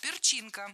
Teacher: Перченка, неверно. Правильный вариант – перчинка, с ударением на втором слоге.